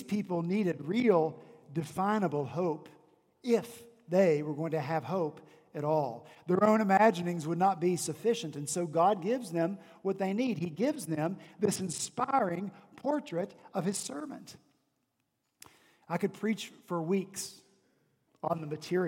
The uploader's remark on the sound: On Sunday, December 23 at Redeemer Presbyterian Church in Charleston, SC, our senior pastor preached. At Redeemer Presbyterian Church in Charleston, SC, our senior pastor preached his Advent sermon series.